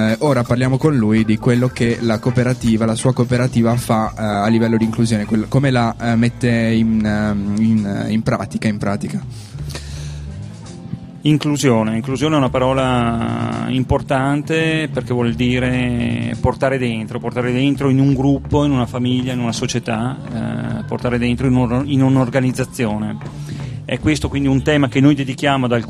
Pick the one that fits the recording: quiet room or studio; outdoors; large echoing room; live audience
outdoors